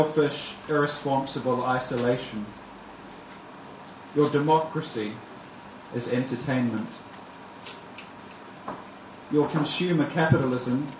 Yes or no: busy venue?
yes